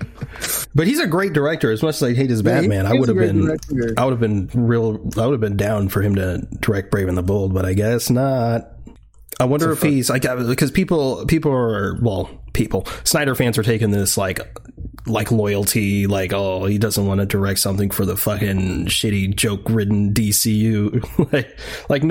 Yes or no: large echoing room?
no